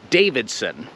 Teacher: I tak samo, jak kogoś nazwisko się kończy na son, nie mówimy son, mówimy sen.